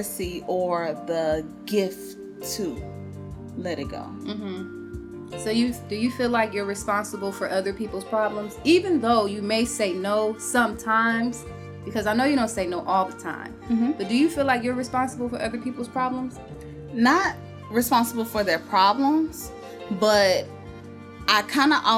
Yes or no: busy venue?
no